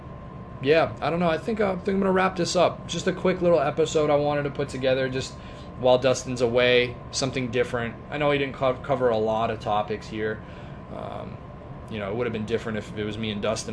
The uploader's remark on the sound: At an undisclosed location and is a little shorter than usual. Had to record this off a cell phone so hopefully its clear enough that you enjoy.